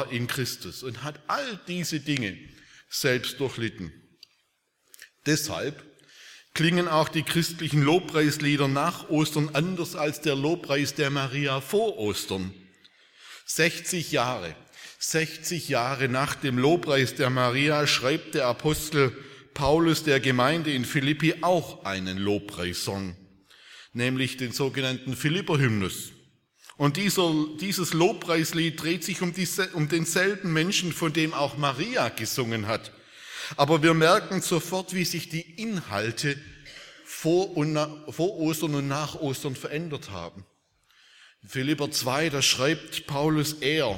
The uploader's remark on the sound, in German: aus dem Gottesdienst der Liebenzeller Mission